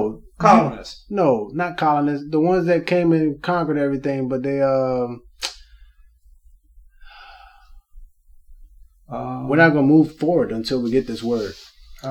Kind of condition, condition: fault, poor sound quality